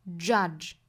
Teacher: 那后面的这个 z 的发音要轻弱，因为它在词尾嘛。我们说到英语单词的词尾的这个发音，不管轻还是浊，都是要收音的。judge，那再跟后面连读，这个 z 就出来音了。judge， you can never judge a man'spower。man 后面加的这个 s 应该读浊音的，所以是 z man'spower。power 不要读成抛啊，应该是 ow，上下的开口度要更大，过渡到后面的 owpow。那后面还有一个音节是